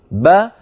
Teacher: لما نقول كوتيبة كوتيبة، أنا لما قلت كو نطقت بعد الكاف واو قصيرة اسمها ضمة، تي لما قلت تي نطقت تاء وبعدها ياء قصيرة اسمها كسرة، با لما نطقت الباء المفتوحة نطقت باء ثم أتبعتها بألف قصيرة اسمها فتحة